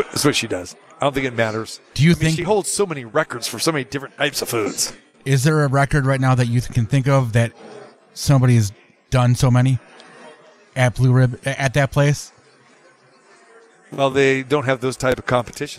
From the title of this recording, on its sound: Live From the Super Book at Westgate Las Vegas